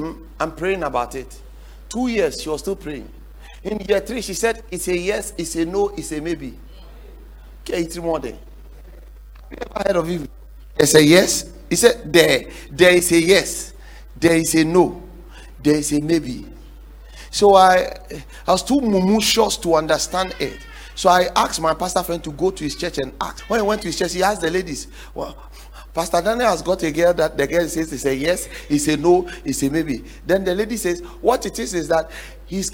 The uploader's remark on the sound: The 7 Pillars to Secure Success sermon series preached at The Faithlife Church, Ghana-Tema Community 3 Site A.